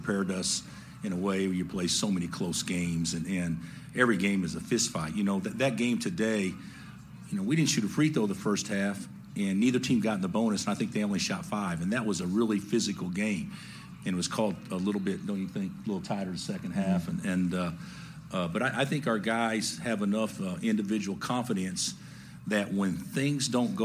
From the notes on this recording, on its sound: Postgame Audio From Kansas Sweet 16 Win Over Providence. Full post-game press conference.